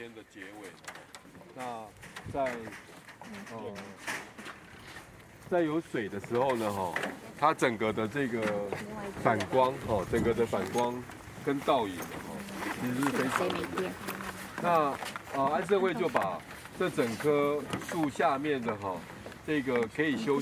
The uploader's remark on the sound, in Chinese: 大隆田展區」現場導覽